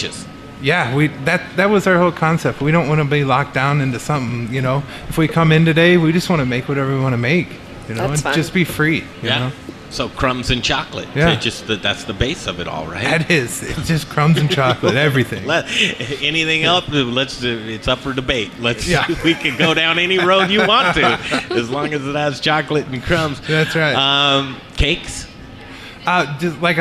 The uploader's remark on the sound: The Modern Eater Show live from the Stanley Marketplace!